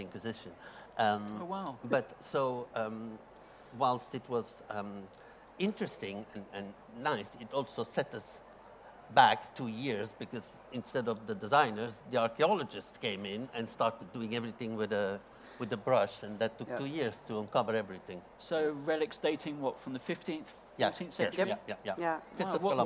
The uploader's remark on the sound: This episode was recorded in front of a live audience as part of the Decorex Talks programme.